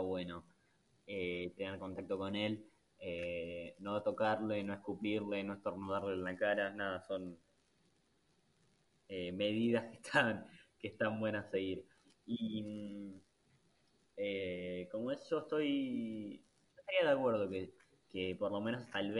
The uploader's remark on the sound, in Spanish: este episiodio se escucha mal nuevamente